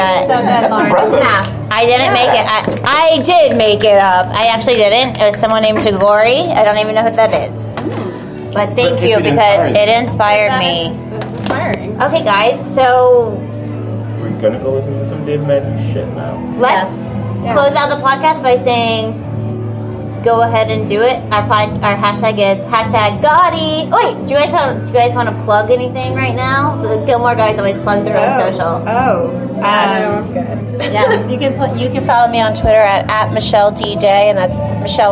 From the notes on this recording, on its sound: Recorded live at the Buzz Advocacy Summit.